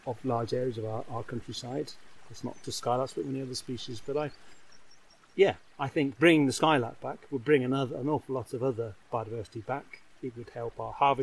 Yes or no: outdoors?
yes